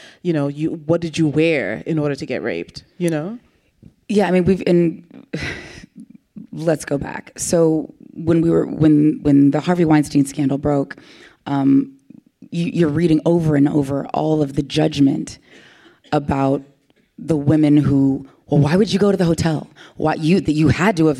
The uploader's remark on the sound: live audience recording